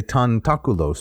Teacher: There should be an elision. So normally we would say tantaculos. We'd run them together.